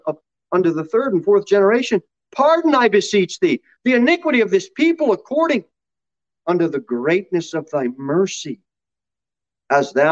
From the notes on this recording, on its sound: Sermon delivered at Pilgrim Baptist Church on Sunday, April 18, 2021, at 6:15 pm.